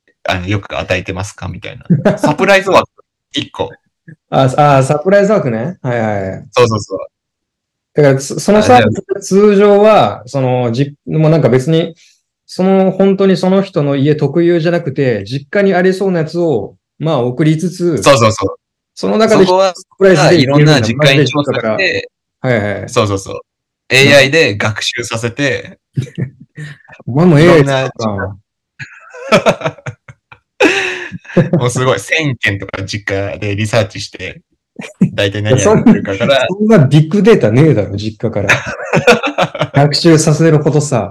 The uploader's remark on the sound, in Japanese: 今回は諸事情によりリモートでの収録です！聞こえづらくてすみません！